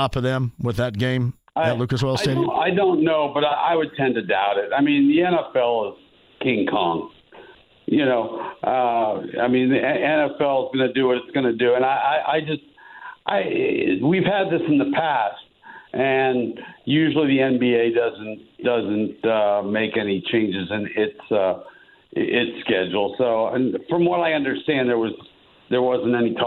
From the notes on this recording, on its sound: Opens the phone lines and takes some calls from Colts fans!